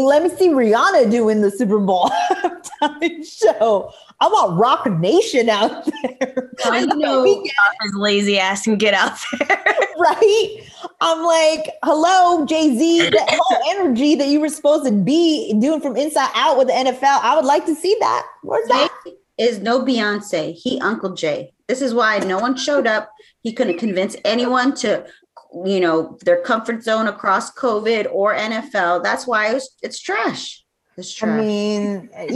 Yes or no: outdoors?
no